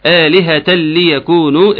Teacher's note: مد بدل يمد مقدار حركتين على طول · Term: مد البدل